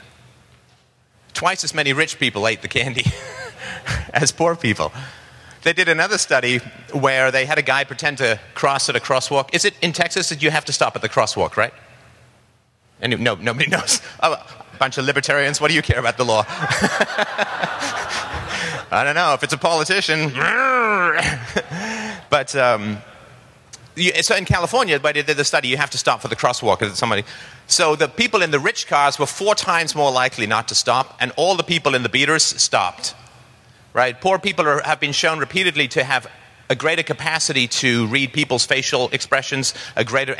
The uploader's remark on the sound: speaks at the Texas Bitcoin Conference